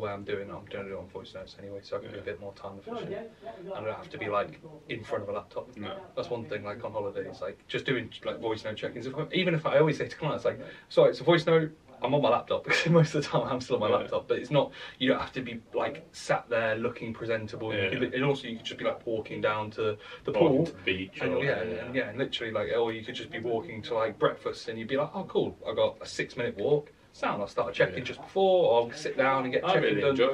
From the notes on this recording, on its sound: Apologies for the sub optimal audio today.